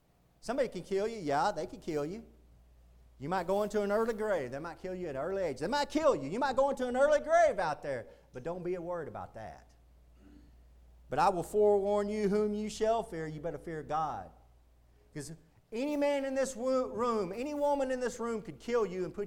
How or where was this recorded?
large echoing room